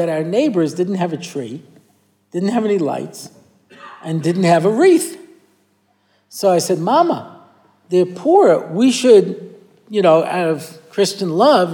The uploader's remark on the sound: recorded at the Motzei Shabbos Har Nof shiur